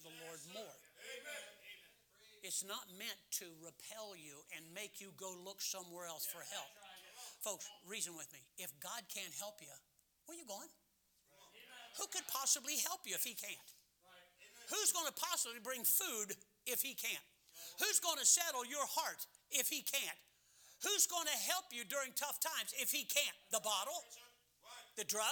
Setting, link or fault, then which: setting, large echoing room